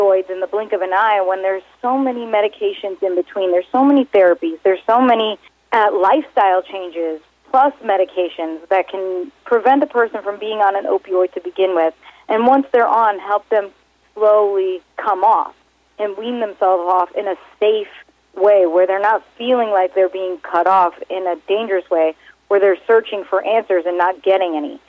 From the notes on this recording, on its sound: called in to SmallCapVoice